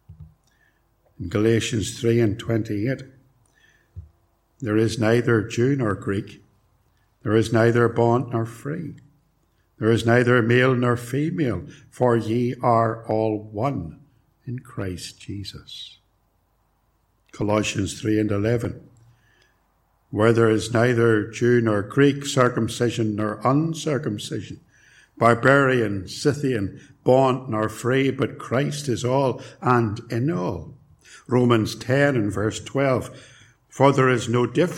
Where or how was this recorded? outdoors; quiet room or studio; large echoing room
large echoing room